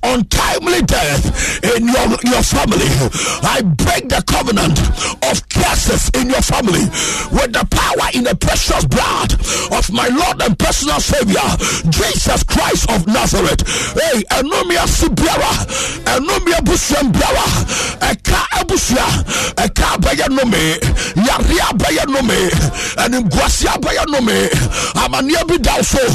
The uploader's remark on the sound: Live worship &prayers